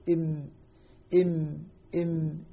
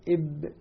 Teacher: أن الميم يعني يشترك فيها باطن الشفة أدخل من الباء، إب إب إم إم إم إب، لكن كلاهما بإطباق الشفتين.